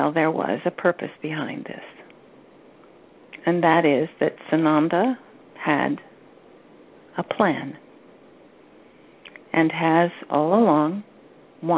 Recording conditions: phone line